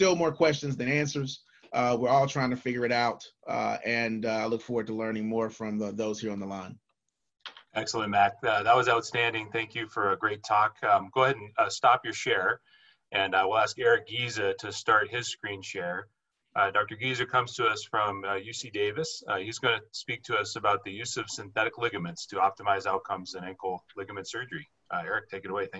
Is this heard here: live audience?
no